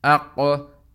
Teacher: So waw is from the tip, from your lips, which is very easy to come out of your mouth, wa, whereas qaf is from the last portion of your tongue, which is the farthest away from your mouth, aqsa al-lisan, aqaw.